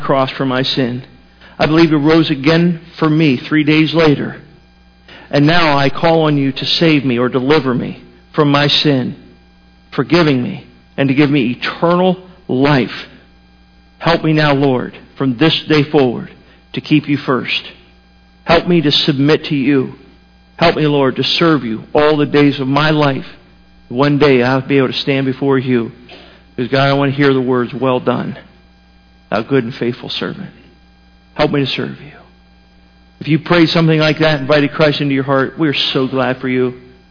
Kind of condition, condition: setting, large echoing room